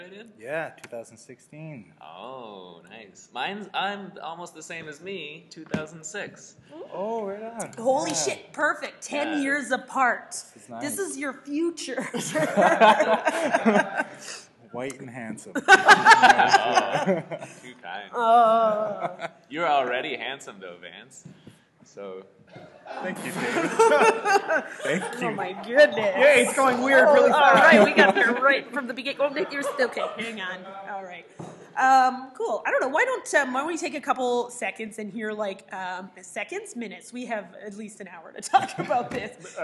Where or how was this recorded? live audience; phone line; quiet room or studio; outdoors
live audience